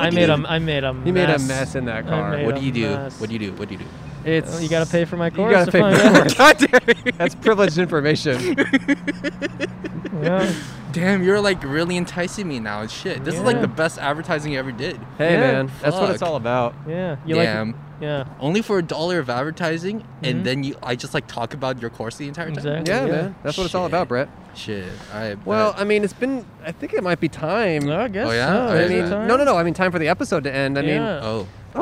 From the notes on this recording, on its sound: Recorded in front of Orangetheory Fitness on 12/30/20 on Brand Blvd in Glendale, California.